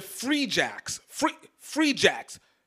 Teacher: Big first, soft second syllable